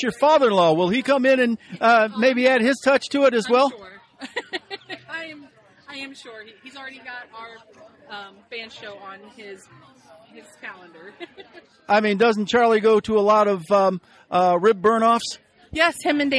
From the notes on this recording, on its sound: Special Edition. Bandboosters at the Sleepwalker Festival.